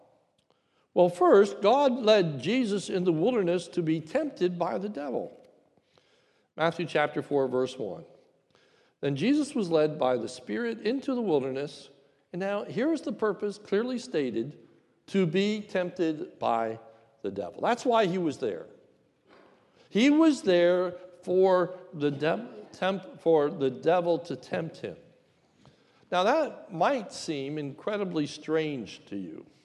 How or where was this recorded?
large echoing room